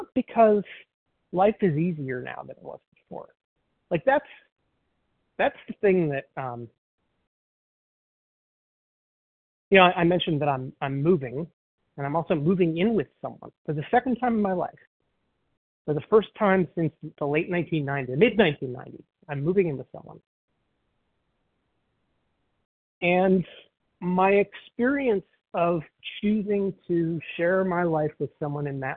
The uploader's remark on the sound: 100 Pounders Phone Meeting